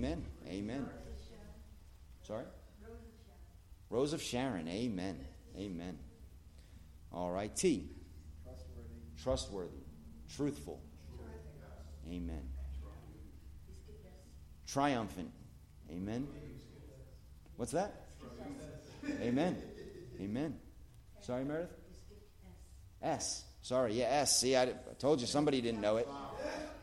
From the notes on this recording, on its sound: at The Blue Point Bible Church